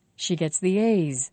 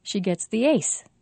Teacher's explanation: Z is voiced and S isn't. So we have to say A's for a longer time than we say ace.